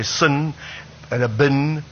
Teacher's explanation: the tendency to say certain vowels lower, like we say sin and a bin, we say them lower, that's sort of Afrikaans influence